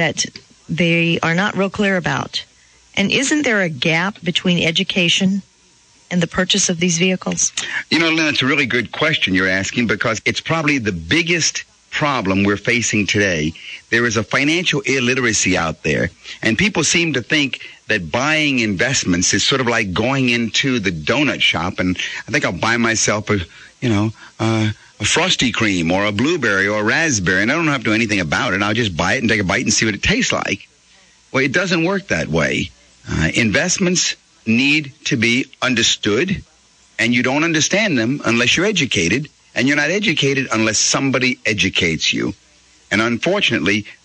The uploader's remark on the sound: Financial planning call-in show.